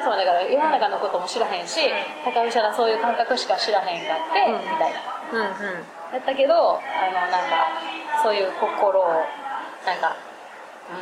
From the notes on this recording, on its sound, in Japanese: 長崎、熊本旅行ラスト 空港編。未公開の理由は、「多方面にわたって酷い」主に音質やらなにやら。